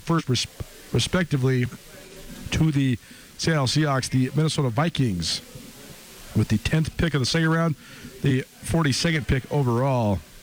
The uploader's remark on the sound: Live at the Superstar Meet and Greet at Grey Wolf Peak Casino